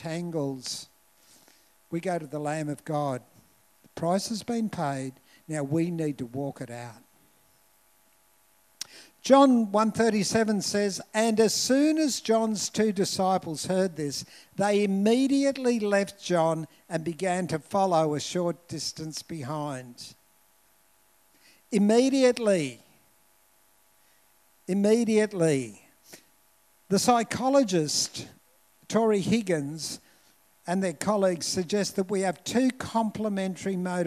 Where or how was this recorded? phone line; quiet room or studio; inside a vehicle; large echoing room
large echoing room